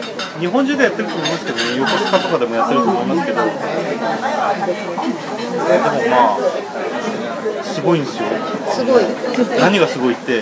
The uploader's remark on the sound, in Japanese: 居酒屋収録の模様から蔵出しでお届け。